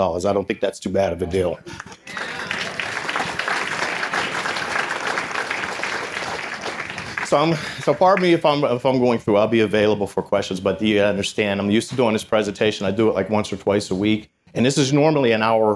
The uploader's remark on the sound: 2019 Hall of Achievement Reception. This episode was recorded July 26, 2019 at the Ramada in Beaver Falls, Pennsylvania.